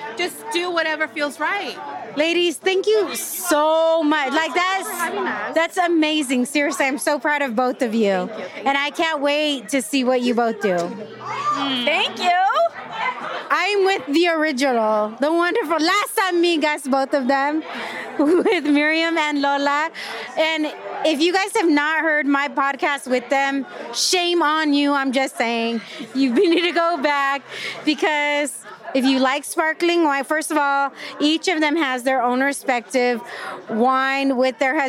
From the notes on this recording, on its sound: LIVE! From the Latinx Wine Summit in Napa. 2nd annual (but first in person) Latinx Wine Summit in Napa, CA hosted by Hispanics in Wine.